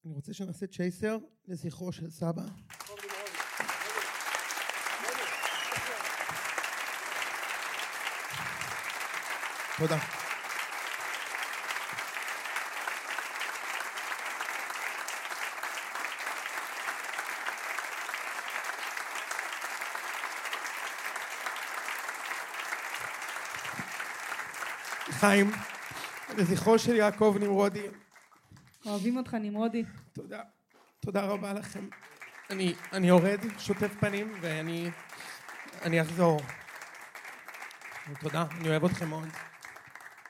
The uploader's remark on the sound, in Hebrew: במועדון הגריי בתל-אביב שהוקלטה ב-21 באוגוסט 2023